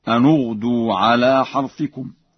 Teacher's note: قرأها ورش بضم النون هكذا: أن اغدوا على حرثكم.